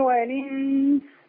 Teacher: طول ما في ألف ولام وراها همزة بنشيل الهمزة ونحرك اللام. والإنس ما فيش همزة خالص. · Term: نقل